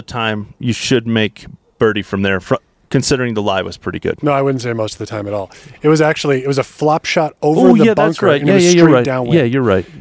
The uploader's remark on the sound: Live from Barracuda Round 2